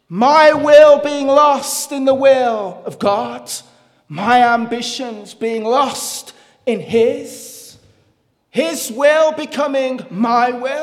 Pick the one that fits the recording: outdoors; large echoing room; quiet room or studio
large echoing room